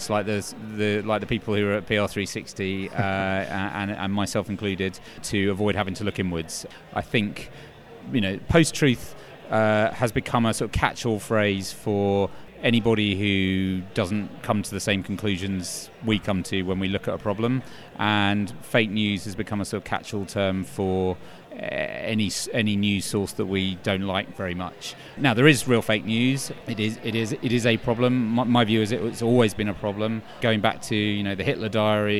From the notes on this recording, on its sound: The second of two shows recorded at PRWeek's PR360 conference